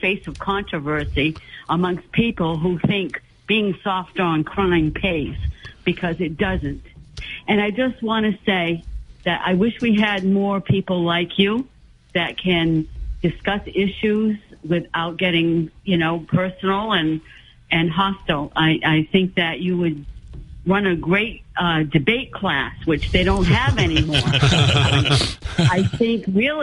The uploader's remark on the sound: Take more calls from the audience.